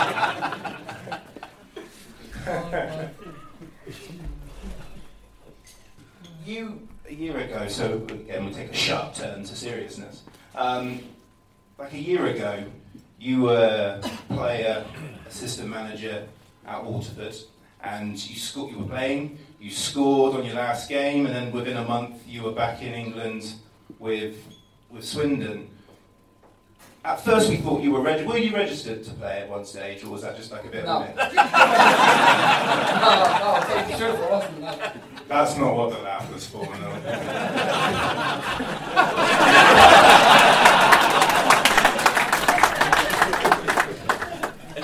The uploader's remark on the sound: Here's a taste from the *first ever* Loathed Strangers Live event organised by the STFC Official Supporters Club!